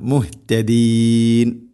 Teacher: ഹഇൻ്റെ മഹ്റജ് തൊണ്ടയുടെ താഴെ ഭാഗമാണ്